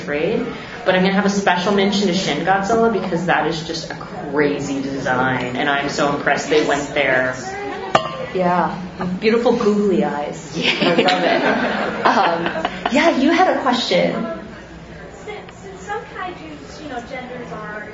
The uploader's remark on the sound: Live from Gfest 2018.